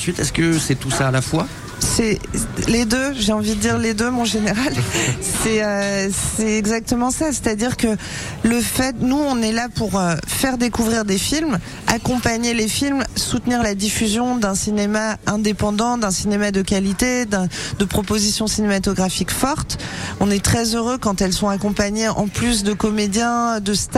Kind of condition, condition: setting, busy venue